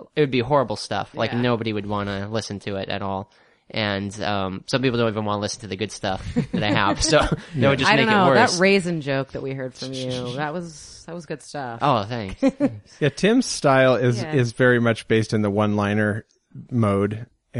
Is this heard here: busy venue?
no